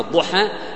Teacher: إمالة كبرى مثل الضحى تكون قريبة للياء